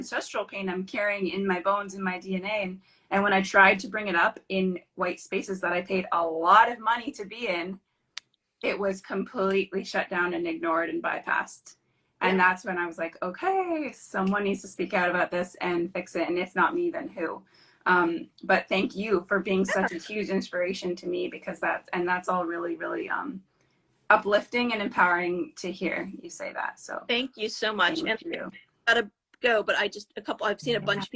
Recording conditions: video call